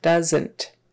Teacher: that second syllable is just more like an NT squished together